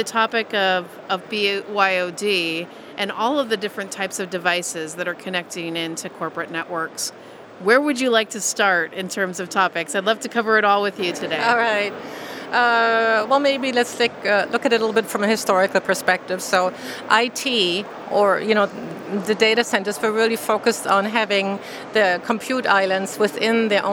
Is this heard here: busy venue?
yes